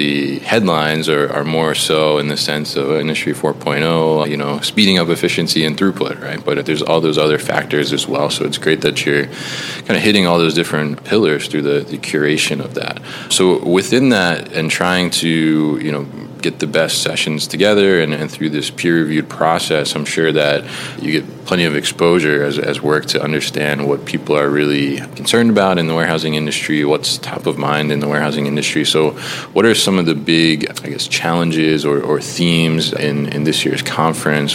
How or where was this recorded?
busy venue